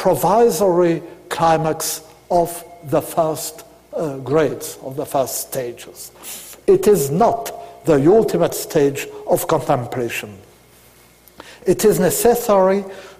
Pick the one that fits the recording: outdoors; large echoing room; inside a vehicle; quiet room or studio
large echoing room